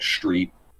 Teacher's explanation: that SH sound at the beginning, instead of the ST sound